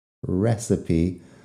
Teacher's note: esta última sílaba con la E al final se pronuncie como sílaba extra, porque normalmente una E al final así sería silenciosa, muda, pero recipe es la receta de, de cocina.